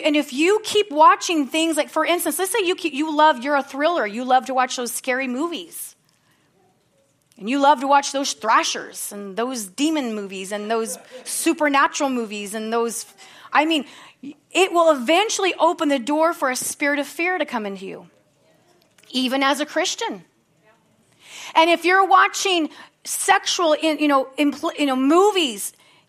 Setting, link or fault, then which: setting, large echoing room